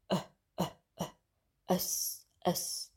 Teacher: bei dem kurzen Ö, geht der Unterkiefer nach unten, er fällt.